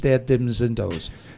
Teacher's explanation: the TH sound just disappears. Everything is D's, dad, dims, and does.